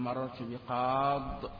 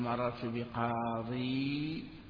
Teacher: حذفت ياءه، وحذف كذلك تنوينه · Shown in: first take